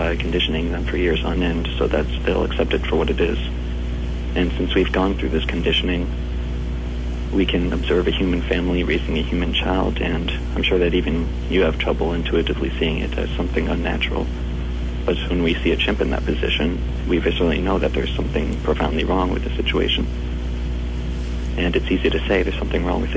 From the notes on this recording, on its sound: Phone Call. Phone's call to Anarchy Radio.